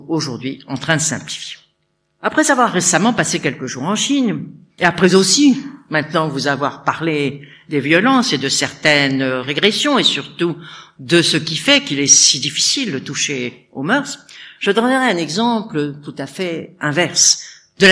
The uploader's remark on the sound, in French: Conférence de clôture de l'édition 2004 des Rendez-vous de l'Histoire